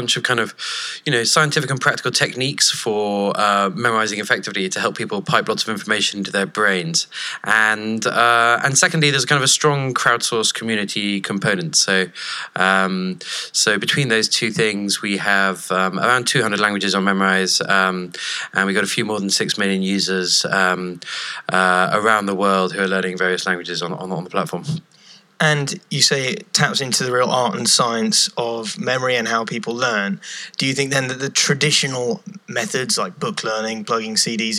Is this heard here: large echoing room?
no